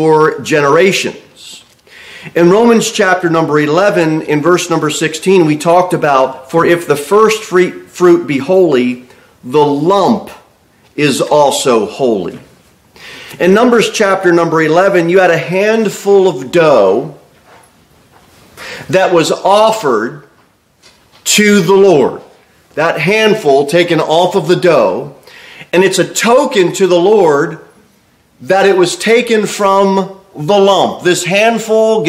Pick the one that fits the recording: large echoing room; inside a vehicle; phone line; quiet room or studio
large echoing room